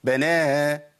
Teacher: بناها، الهاء اختفت خالص